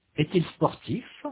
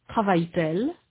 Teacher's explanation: il y a une consonne, T, à la fin du verbe. Il y a donc liaison. On prononce le T.